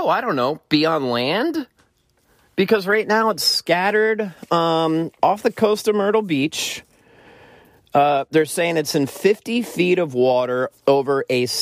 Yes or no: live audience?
no